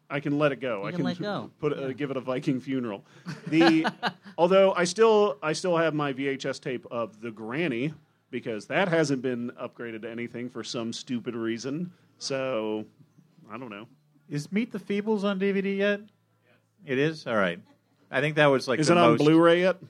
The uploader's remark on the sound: The Flop House Q&A at VVFD 2017 (MaxFunDrive 2017). Recorded live from Very Very Fun Day in Chicago at Thalia Hall.